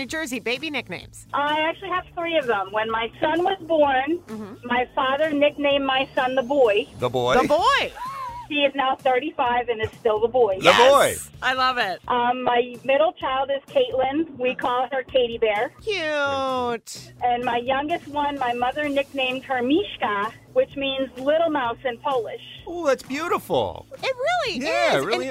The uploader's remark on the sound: Listeners call.